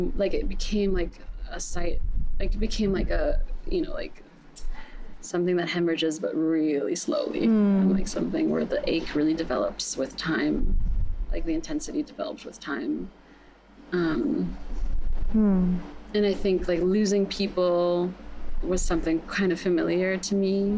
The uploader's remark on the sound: This was my first in-person chat in a while and it was a windy day, so some of the audio might sound off at times!